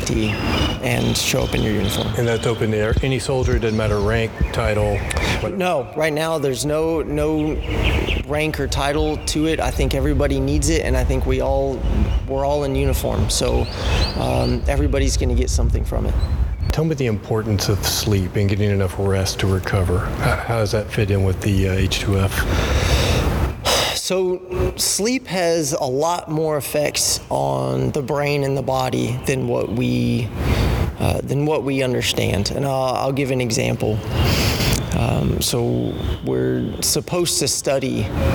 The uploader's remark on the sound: We walk down the Hunter Lake on Camp Robinson to look for Copperheads and Cotton Mouths. Recorded by Arkansas Army National Guard.